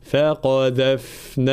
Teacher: الفاء طبعا فيها صفة، صفة الرخاوة، وهو جريان الصوت حال سكون الحرف، فالانتباه، فلا نقول فقذفناها، لا، هنا ما ظهر ناش الفاء الساكنة، فقذفناها، هكذا، فالانتباه.